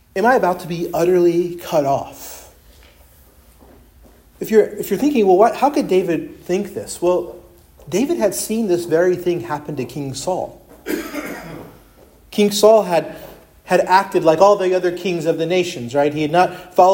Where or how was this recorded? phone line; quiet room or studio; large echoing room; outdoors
large echoing room